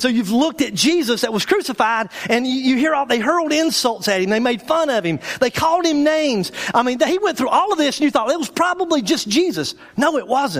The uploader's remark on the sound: our speaker for the 2013 Spring Bible Conference at Day 3 Church.